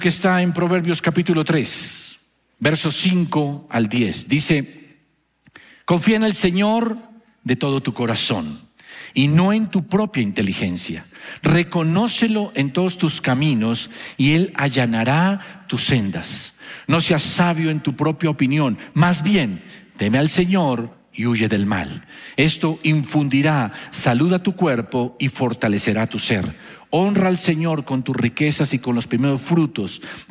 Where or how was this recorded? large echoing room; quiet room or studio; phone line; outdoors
large echoing room